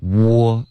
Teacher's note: OK 那我建议你不要想成中式的这个 o OK 因为中式的 o 其实嘴唇会稍微紧一点是一个更放松的中式的这个 o 的这个音那你也可以就是嘴唇完全放松发一个就行了然后从这边你就要嘟嘴 OK 所以开头的跟中文的 o 是有一些小微妙的区别所以我建议你开头呢就是不要想成一个中式的 o OK 那这是 phone 开头的这个 o 的音 war 呢就完全不一样了 OK 在这一个字中就是它的这个倒 c 的这个发音会连到它前面的 w 的音所以这个就变成一个滑动